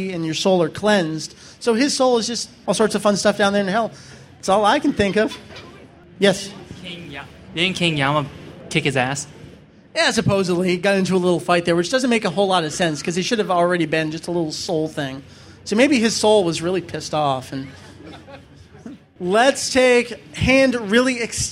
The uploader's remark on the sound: Record live at AnimeNEXT 2007! The DBZ Variety Hour was an hour-long panel filled with gameshow goodness, questions, prizes galore, and lots of fun fandom reminiscing from the participants.